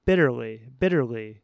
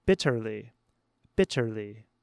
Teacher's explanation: The British pronounce their T's differently than Americans. I'm American, so I pronounce it with a soft T · Shown in: first take